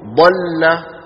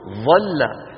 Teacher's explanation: أما الضاد فنعم فيها تصادم، ولكن بعد هذا التصادم يندفع اللسان قليلا · Shown in: first take